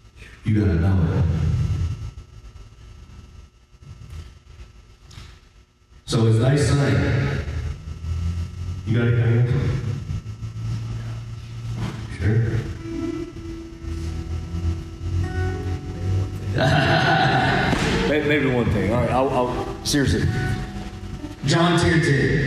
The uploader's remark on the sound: This episode was taken from the LIVE Wrestling For The Faith service in McDonald, TN!